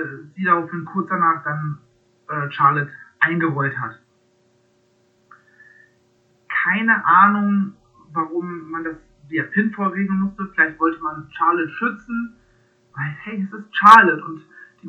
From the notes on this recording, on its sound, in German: Sorry für die wacke Soundqualität.